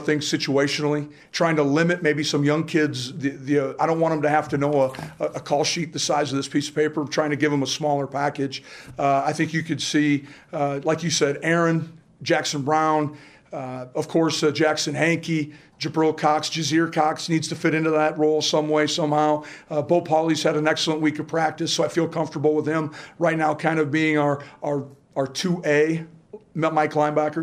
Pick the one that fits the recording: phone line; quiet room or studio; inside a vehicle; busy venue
busy venue